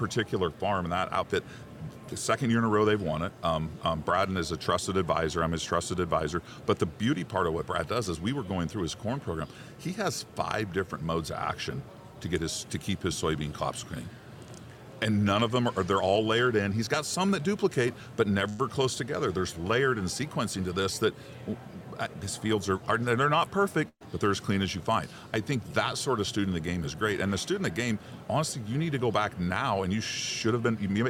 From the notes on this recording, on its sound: AOA is live this week from the Commodity Classic in New Orleans!